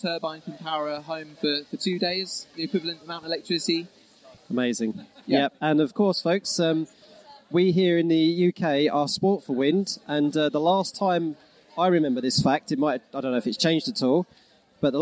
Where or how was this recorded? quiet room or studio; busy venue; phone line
busy venue